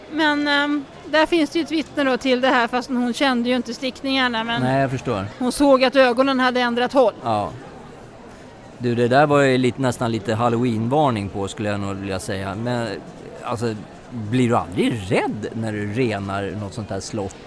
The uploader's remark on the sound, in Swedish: Vi sänder Live från Harmoni Expo under hösten 2023.